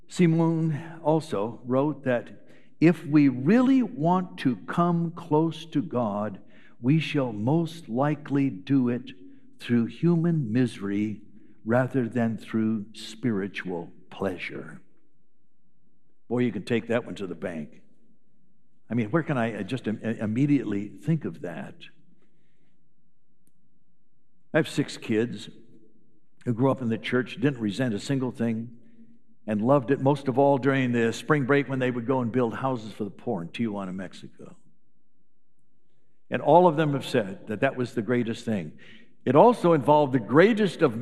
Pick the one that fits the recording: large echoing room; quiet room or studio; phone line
large echoing room